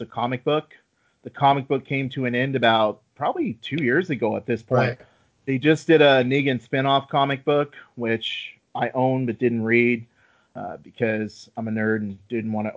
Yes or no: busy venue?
no